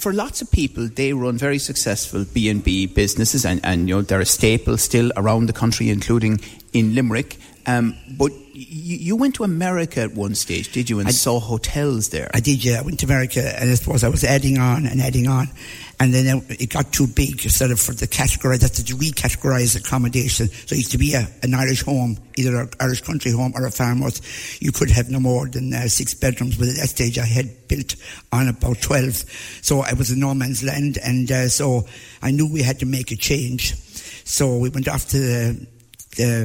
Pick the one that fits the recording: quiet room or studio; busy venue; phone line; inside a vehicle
busy venue